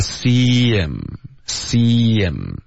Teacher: see 跟 him 这个时候呢，H 的音会被省略 · Term: 连读